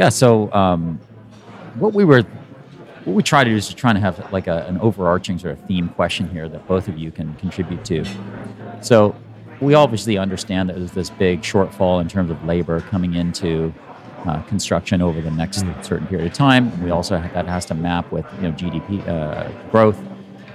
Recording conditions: busy venue